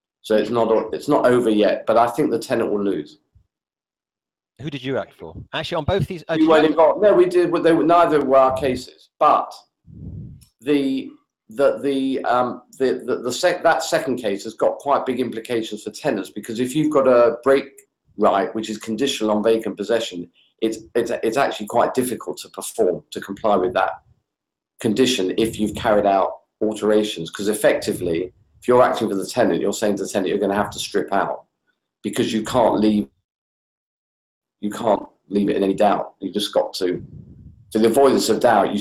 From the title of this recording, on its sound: CPD Accredited Google Hangout